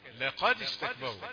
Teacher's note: أول كلمة يكون الصوت أعلى